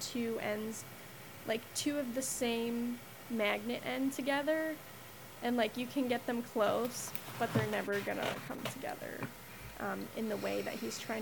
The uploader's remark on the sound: Despite some polarizing audio levels